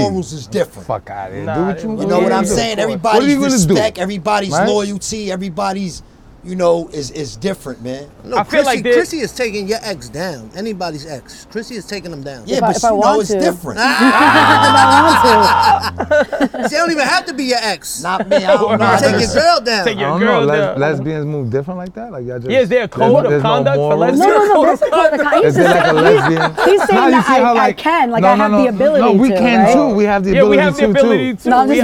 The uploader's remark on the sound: Thanksgiving day live from Coney Island!